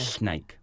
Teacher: there's air escaping out the side · Term: lateral S's